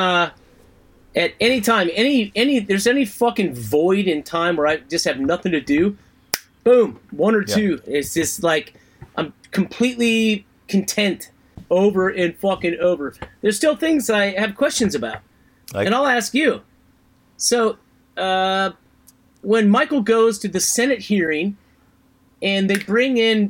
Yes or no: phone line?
no